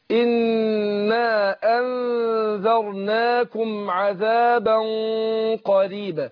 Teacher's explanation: والنون مشددة هتاخد هنا حركتين وبعدين أثبت الألف